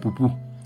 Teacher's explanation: una consonante explosiva, bilabial, cerrada. Facilita, los bebés lo hacen.